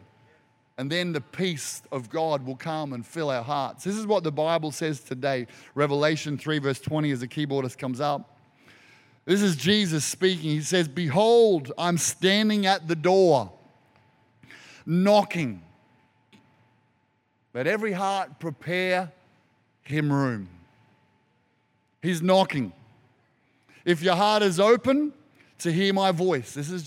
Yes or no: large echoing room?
yes